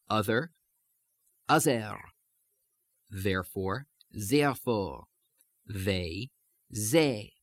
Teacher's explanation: the voiced one turning into Z. Now, again, there's sometimes still a bit of a flavor of the plosive part here, but especially in very thick accent, you have only the fricative.